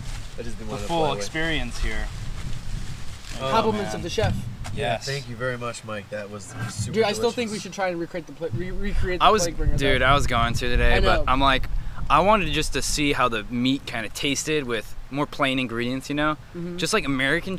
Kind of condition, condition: setting, outdoors